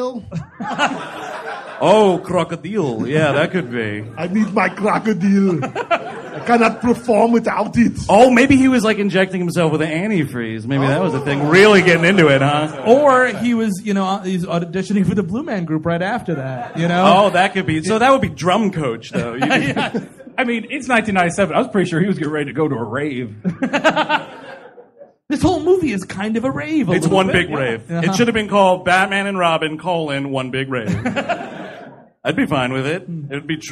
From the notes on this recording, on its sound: Live! at the Hollywood Improv. Recorded live in front of a sold out room.